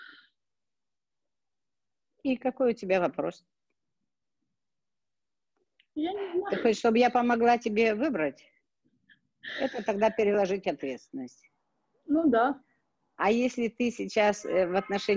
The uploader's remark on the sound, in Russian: Запись прямого эфира Zoom.